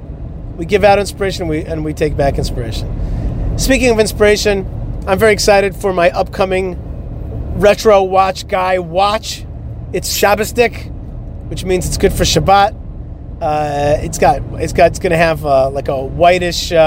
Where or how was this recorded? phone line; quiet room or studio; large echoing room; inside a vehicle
inside a vehicle